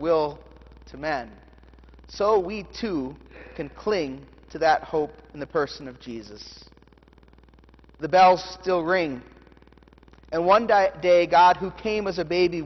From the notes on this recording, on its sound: The Sermon from the Candlelight Christmas Eve Festal Eucharist service